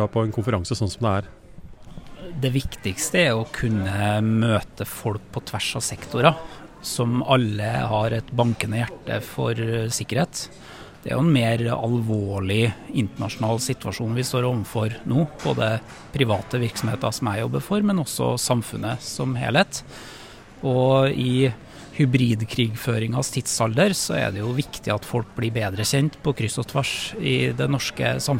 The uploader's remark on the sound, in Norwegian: Live fra sikkerhetskonferansen 2023. Har vært utegående reporter og snakket med noen av deltakerne som var tilstede for å få med seg noen av de 56 ulike debattene og foredragene i løpet av den 2 dager lange konferansen i Oslo.